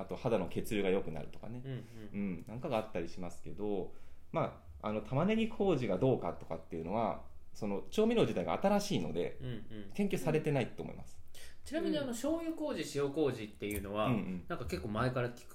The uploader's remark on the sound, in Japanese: 今回マイクの設定がまずく、音が小さくなってしまいました。